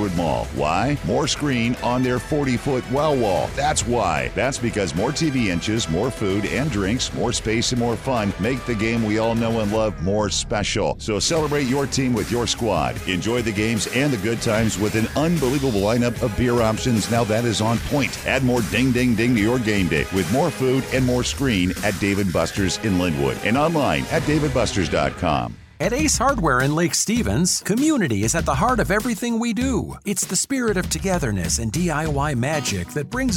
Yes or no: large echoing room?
no